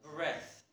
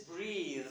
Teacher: This is breathe. This is voiced. · Shown in: second take